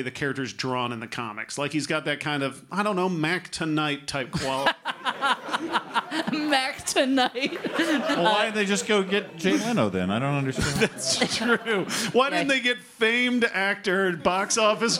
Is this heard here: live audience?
yes